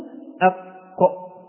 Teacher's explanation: خرجت القاف من أقصى اللسان وكان اللسان فوق